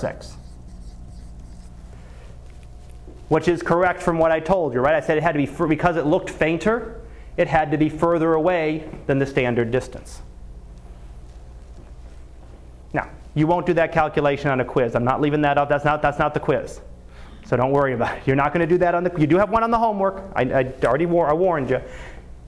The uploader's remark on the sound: Live Class Lecture